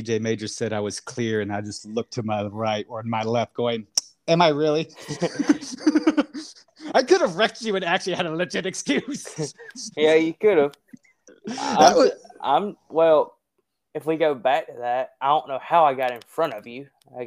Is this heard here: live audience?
no